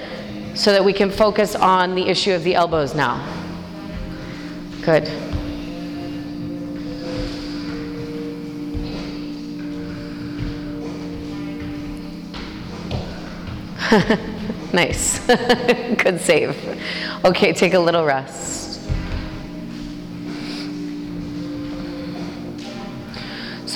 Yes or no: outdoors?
yes